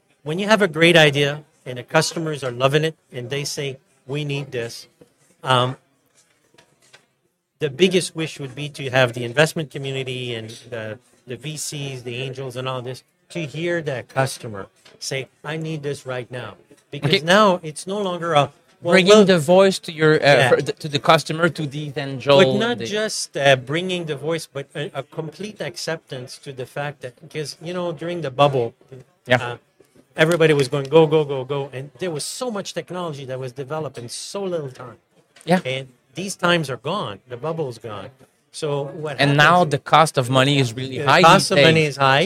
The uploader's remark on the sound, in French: En direct du Hardtech à Toronto